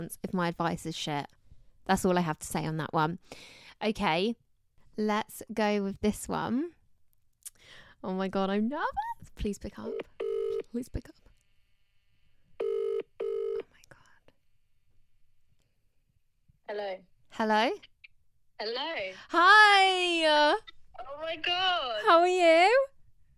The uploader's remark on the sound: I finally got to talk to you guys on the phone!